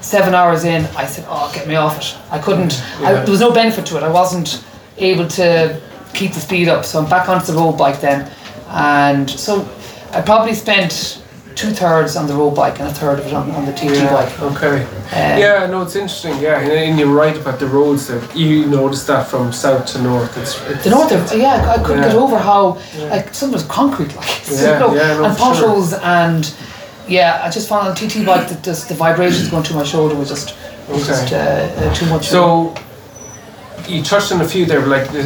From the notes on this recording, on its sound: a conversation straight from the Christmas party of the Galway Bay Cycling Club